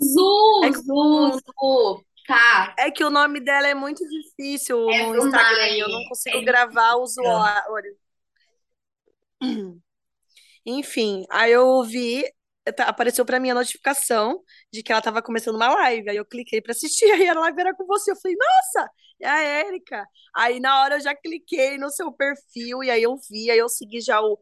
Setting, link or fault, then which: link, video call